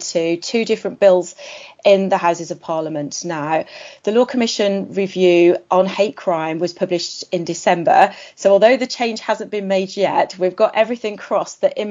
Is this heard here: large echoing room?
no